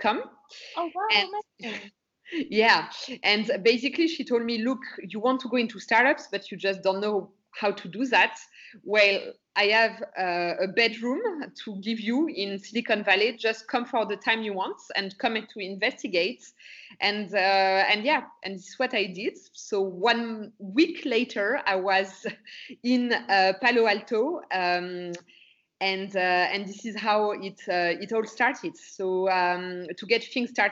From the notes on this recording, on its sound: Is joined over Skype.